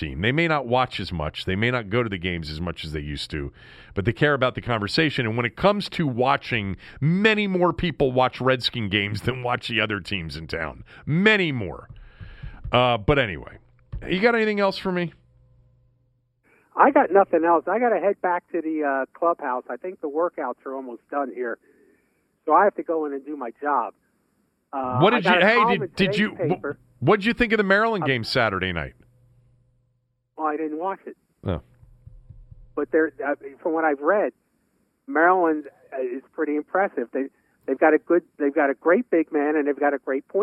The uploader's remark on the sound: Joined the show by phone from Nats' Spring Training in West Palm Beach.